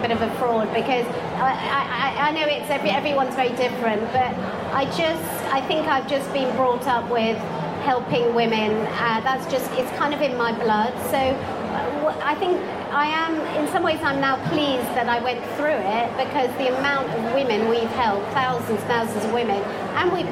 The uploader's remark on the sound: LIVE* recording from The Mind, Body, Spirit Festival, London